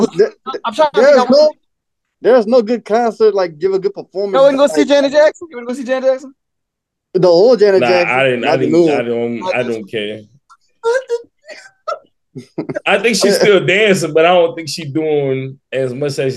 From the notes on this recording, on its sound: EVERYDAY PHONE CONVERSATION!